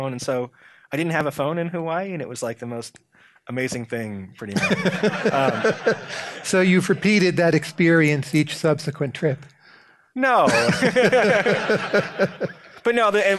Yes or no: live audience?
yes